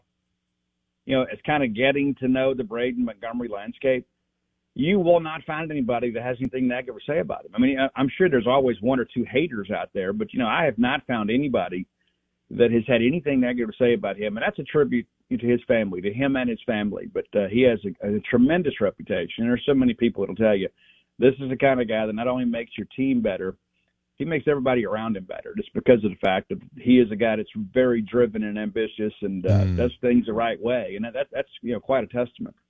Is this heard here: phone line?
yes